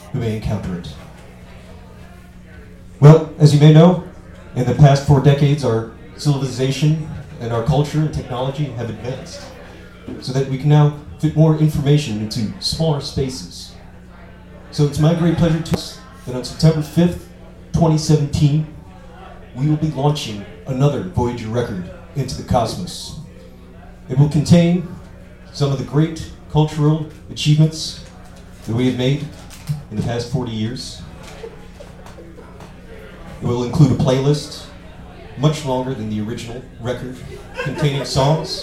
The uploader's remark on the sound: recorded at Brooklyn's Pacific Standard on 3/23/2016